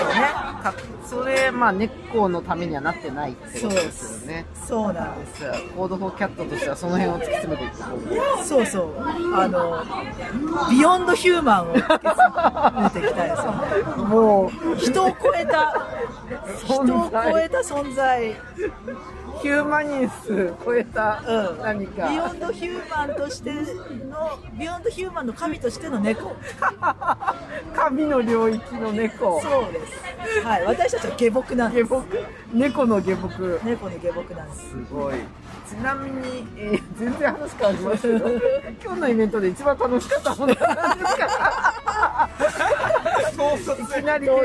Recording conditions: busy venue